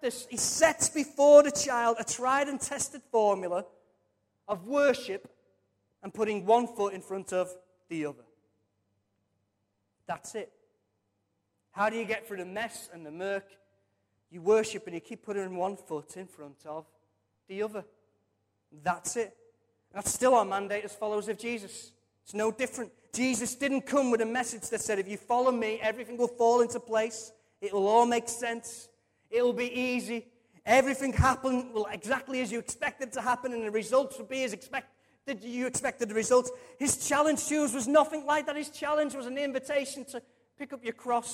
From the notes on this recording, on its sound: Recorded from our Sunday morning service